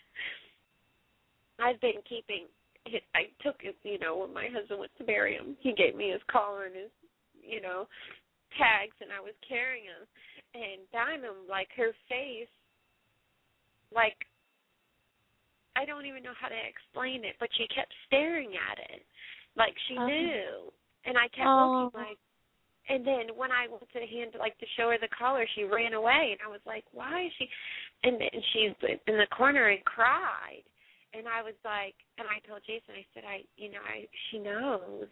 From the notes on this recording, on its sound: open up the lines for listeners to call